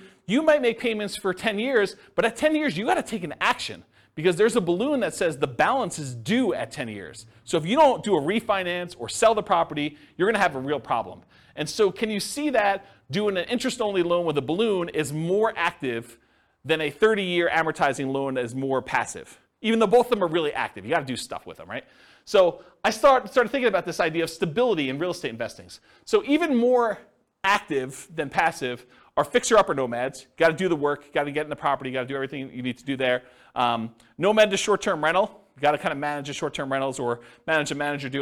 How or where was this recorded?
live audience